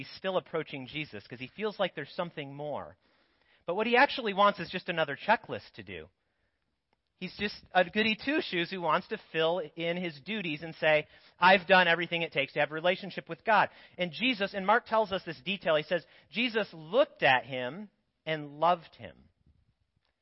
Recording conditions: large echoing room